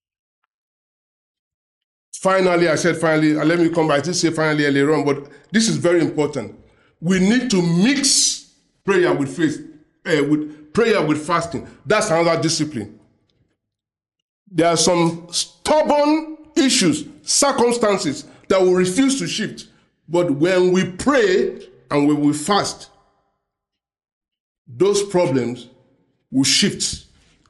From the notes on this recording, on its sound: preached during the Sunday Service